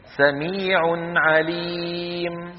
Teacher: أيضا أظهرنا التنوين عند العين